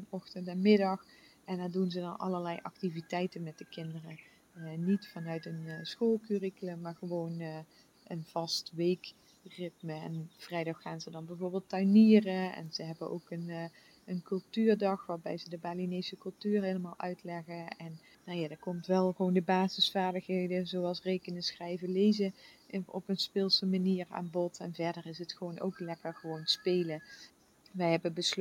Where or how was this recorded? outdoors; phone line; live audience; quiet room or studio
outdoors